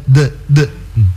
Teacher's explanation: Dan pantulannya itu kembalikan dia pada makhrajul hurufnya. Jadi kalau huruf dal terpantul dia dari gusi.